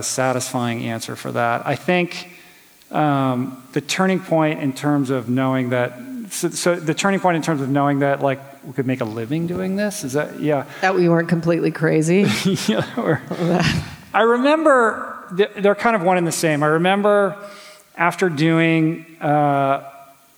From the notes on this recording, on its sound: Q&A session from our recent Plantpower Way event at Paddington Town Hall in Sydney, Australia